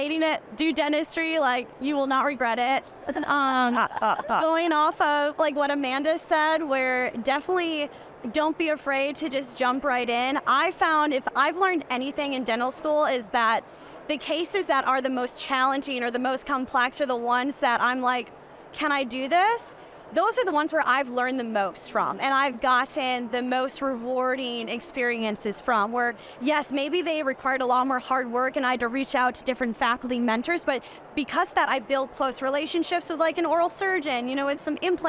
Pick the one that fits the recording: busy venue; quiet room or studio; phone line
busy venue